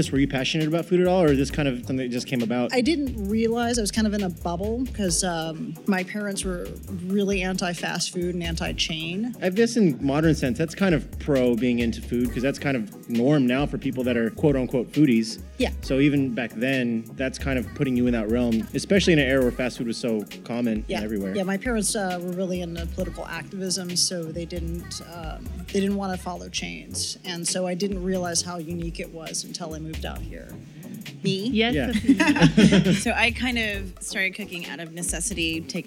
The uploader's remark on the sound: Recorded at the beautiful Trademark & Copyright Bar in downtown San Francisco.